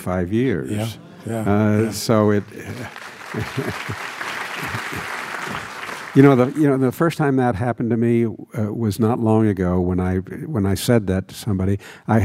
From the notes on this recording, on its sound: In front of a live audience.